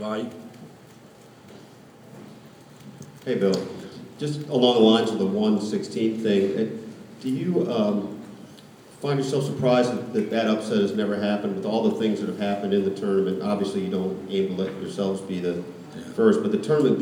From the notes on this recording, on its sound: An afternoon press conference at Wells Fargo Arena, in Des Moines, the day before the Jayhawks open the NCAA Tournament against Austin Peay.